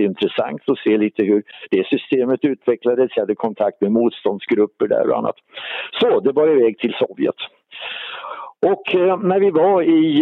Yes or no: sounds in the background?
no